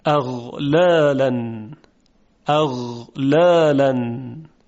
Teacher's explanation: جداره حلق هم ارتعاش داره، اما ارتعاشش ظریف‌تر از ارتعاش حرف خا هست · Term: غین